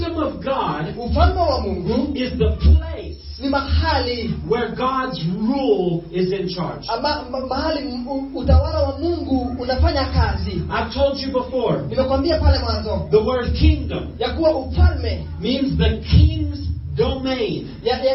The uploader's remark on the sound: Impartation at Sozo Ministries Church, Juja, Kenya. This sermon was recorded at Sozo Ministries Church – Juja, Kenya. The interpretation is in Swahili.